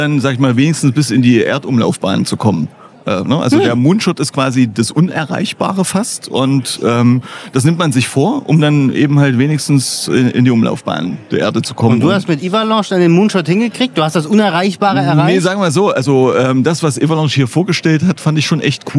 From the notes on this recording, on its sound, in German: Live aus dem Podcast PopUp Studio. Die CX Days 2023.